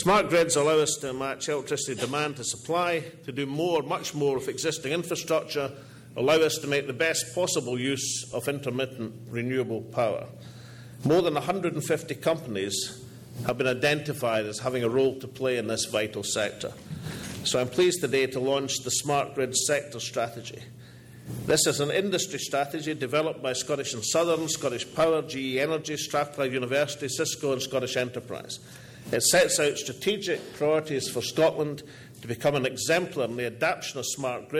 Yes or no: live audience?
yes